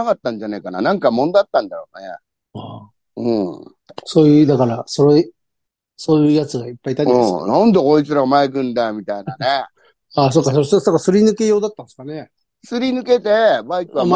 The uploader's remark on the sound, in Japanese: ZOOMで収録